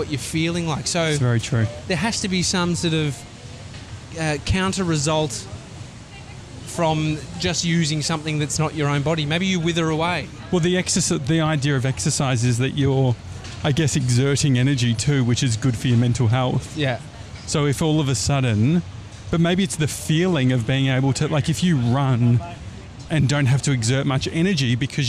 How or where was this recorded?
outdoors